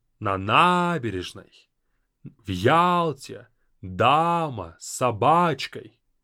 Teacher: So I'm dragging out the stressed vowels. It doesn't sound pretty.